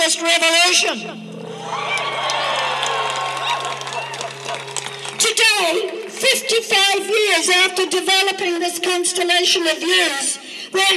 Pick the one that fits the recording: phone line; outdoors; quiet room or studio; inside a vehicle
outdoors